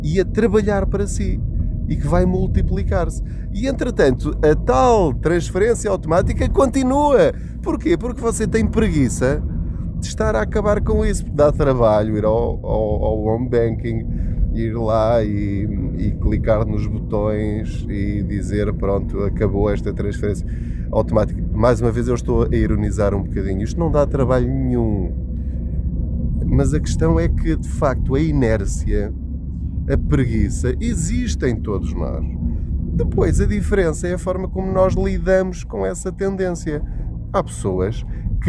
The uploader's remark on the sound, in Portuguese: Não ligue aos barulhos da viagem.